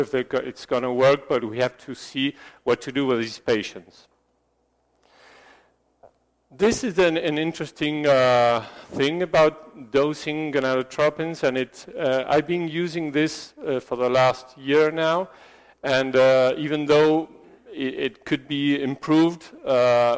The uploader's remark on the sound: This lecture was given at the 360◦ of Fertility: Optimizing Clinical and Laboratory Approaches educational program in Sao Paulo, Brazil.